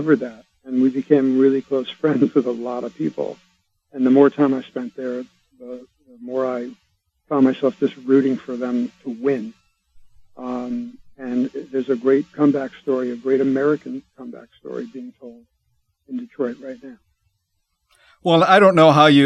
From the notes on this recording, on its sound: called in to talk